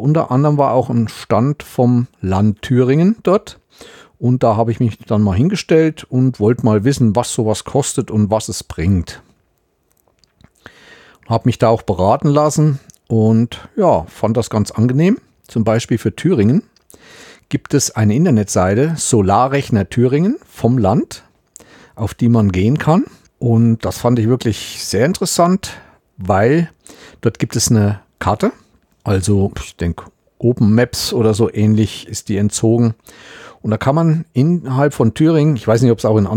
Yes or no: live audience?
no